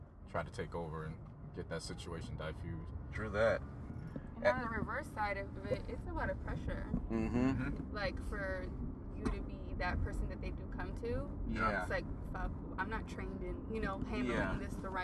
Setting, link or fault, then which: setting, inside a vehicle